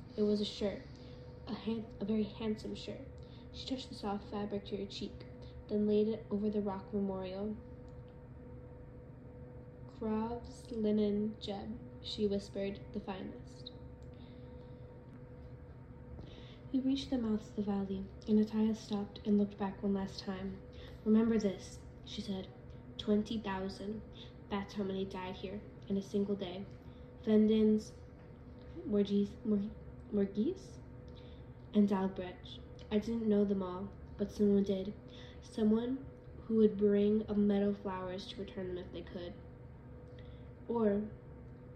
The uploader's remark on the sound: I hope you enjoy, also I’m very sorry about any background noise, stuttering, and mispronounced words during my reading.